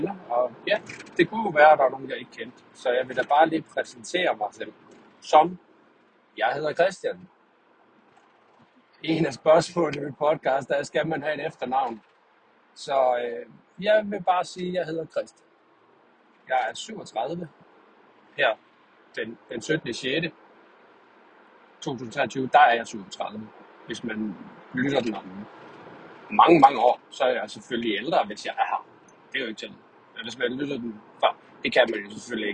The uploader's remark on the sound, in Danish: Tur til ned til messe. Forhåbentligt er det den sidste optagelse med dårlige lyd. Beklager kan jo ikke klippe eller rette i det.